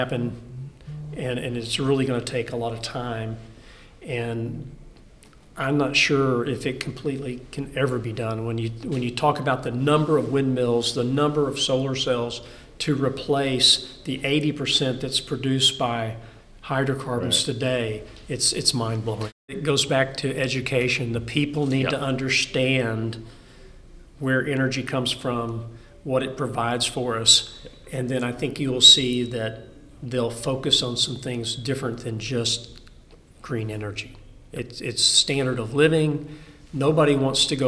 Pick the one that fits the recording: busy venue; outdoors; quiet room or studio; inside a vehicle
busy venue